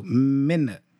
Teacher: The U in the middle is the schwa.